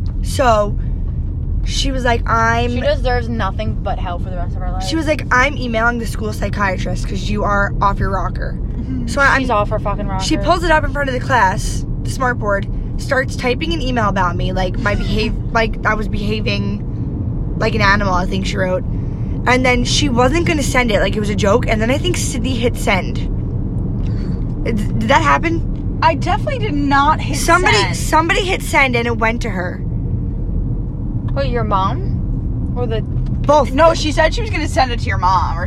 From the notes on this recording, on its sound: Again we apologize for any of the noises from being in the car but then again we are balin on a budget and we in fact used our phones to record this episode.